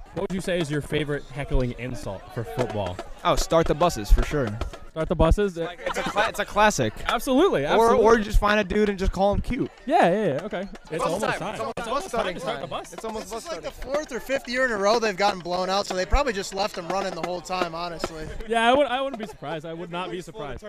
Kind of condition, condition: setting, busy venue